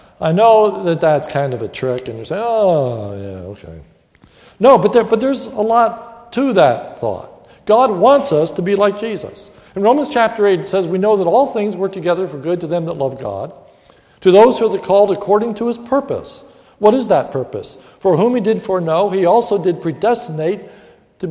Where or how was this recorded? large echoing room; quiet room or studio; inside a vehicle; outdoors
large echoing room